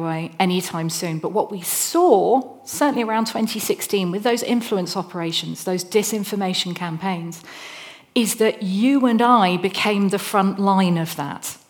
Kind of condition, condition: setting, large echoing room